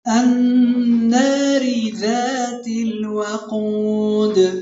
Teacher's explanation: النار ذات الوقود. النون مرققة والقاف فقط هي المفخمة في مرتبتها الثانية